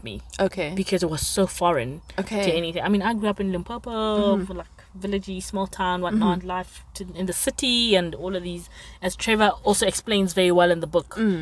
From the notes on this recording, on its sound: sit in the car and chat